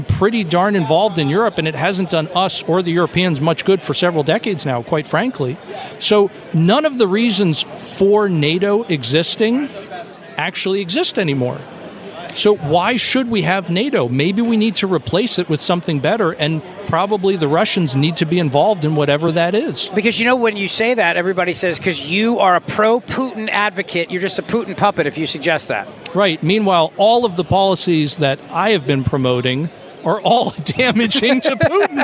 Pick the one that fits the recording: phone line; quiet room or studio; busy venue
busy venue